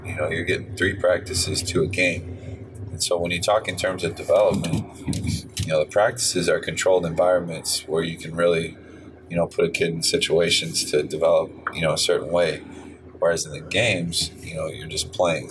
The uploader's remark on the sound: Excuse the sound quality, we have a little bit of learning to do when it comes to car podcasts.